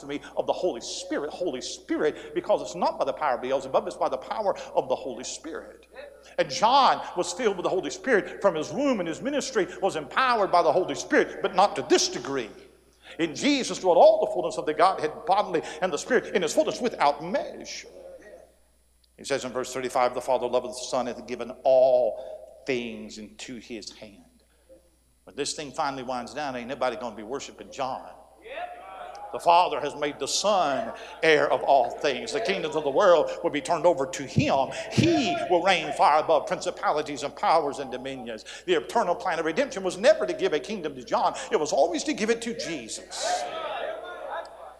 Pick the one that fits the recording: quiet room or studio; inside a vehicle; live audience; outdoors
live audience